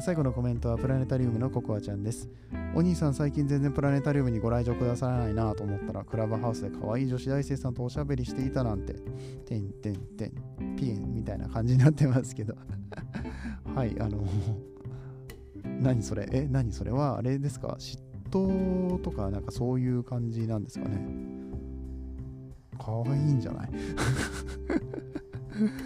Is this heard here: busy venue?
no